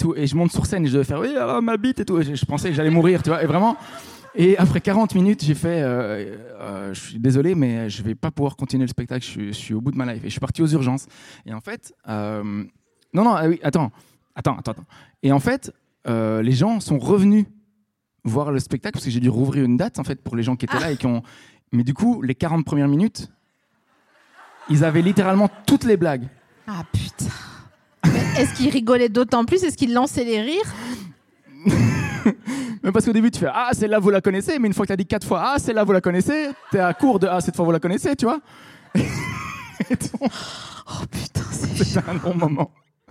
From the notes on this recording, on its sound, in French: enregistré en février 2022 à la Scala Paris